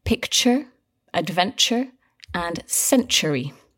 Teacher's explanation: all these words have that same sound where the T becomes a little bit like a ch sound. Absolutely.